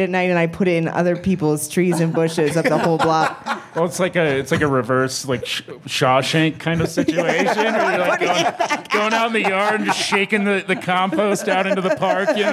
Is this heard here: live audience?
yes